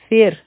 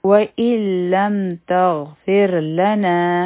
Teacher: دلته کې به را نری ویلی شي ځکه چې د فا د لاندې کسره ده